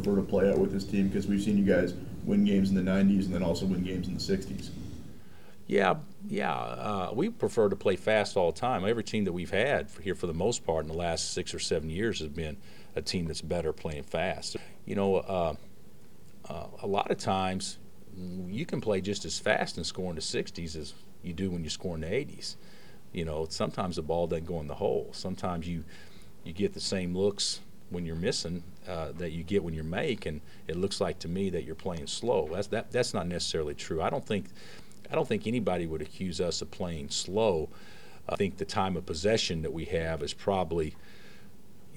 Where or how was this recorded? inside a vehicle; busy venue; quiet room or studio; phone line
busy venue